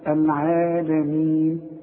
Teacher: شوف الميم مكسورة وبعدها الياء، والياء من الحروف التي تمد، وبرضو تمد يا إما حركتين يا إما أربع حركات يا إما ست حركات.